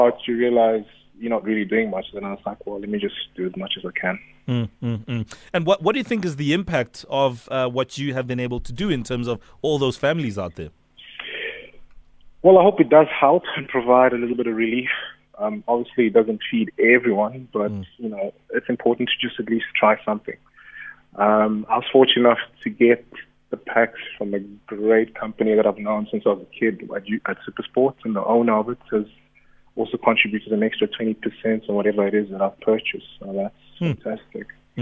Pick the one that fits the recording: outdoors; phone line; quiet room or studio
phone line